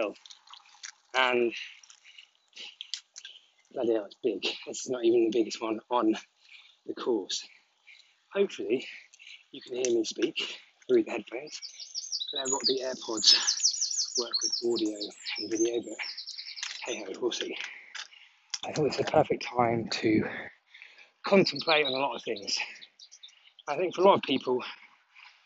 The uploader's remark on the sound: This could be the first podcast ever to be recorded while cycling up a hill.